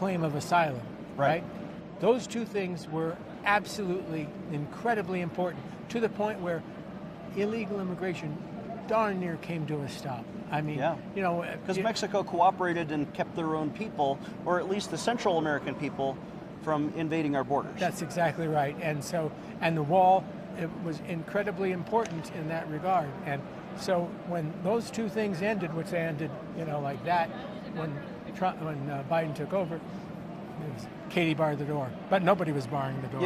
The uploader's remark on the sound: on location at the Western Conservative Summit